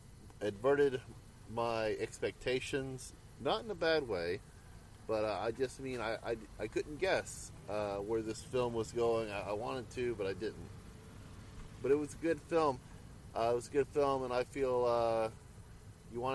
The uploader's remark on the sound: We literally recorded this in the parking lot right after viewing the film.